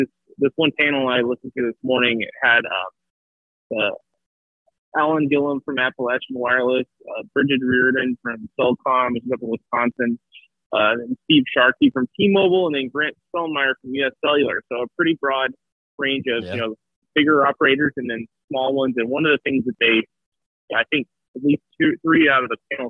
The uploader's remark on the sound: Calls in from the 2022 Competitive Carriers Association Annual Show in Tampa, FL.